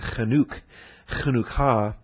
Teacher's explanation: You don't put the accent on the Chan. You can rush through that short syllable to the Chanuk, Chanukah, number 2597.